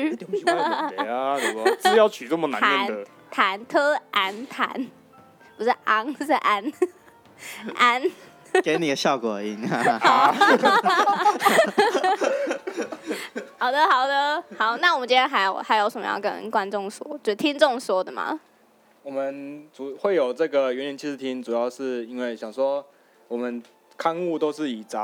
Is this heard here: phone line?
no